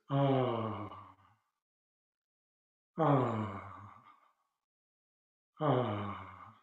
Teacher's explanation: So it's a totally unconstricted sound. · Term: the syllable ah